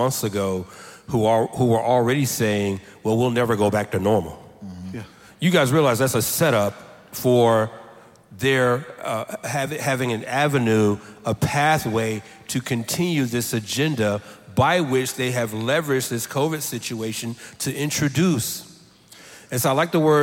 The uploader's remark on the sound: a special show filmed live at the 2021 National Founders Conference